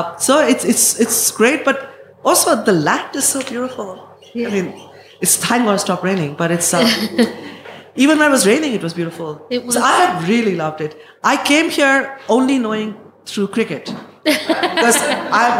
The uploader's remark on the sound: The event was recorded on Thursday 25 May 2023 at Montalto.